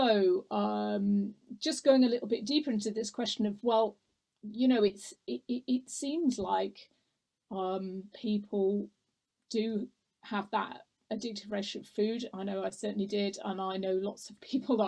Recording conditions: video call